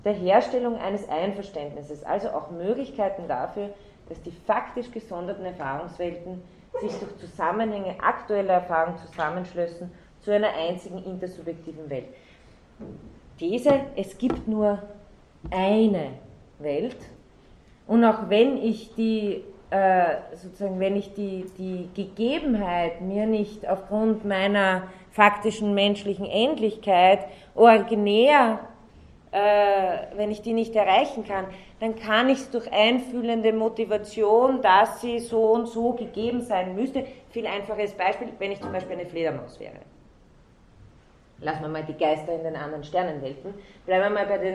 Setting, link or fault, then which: setting, large echoing room